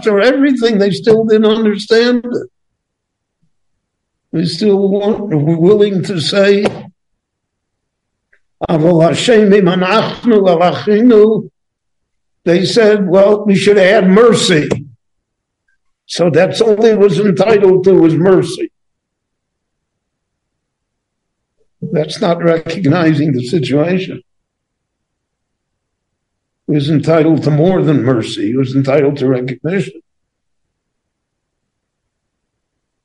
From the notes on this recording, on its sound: The following lecture was given LIVE at Beit Knesset HaNassi in Jerusalem between the Mincha and Maariv prayers.